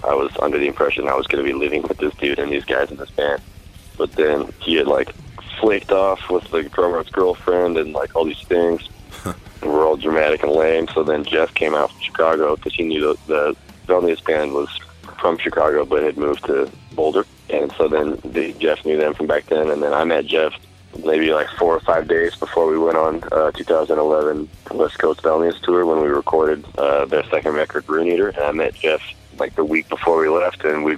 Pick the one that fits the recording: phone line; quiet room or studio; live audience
phone line